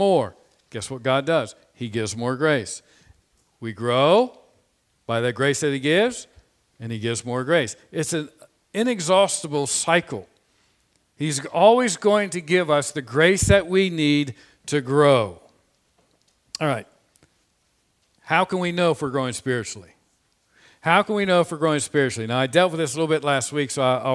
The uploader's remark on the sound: This Sermon was preached on Sunday, March 21, 2021 from the pulpit of Grace Community Church in Berea, KY.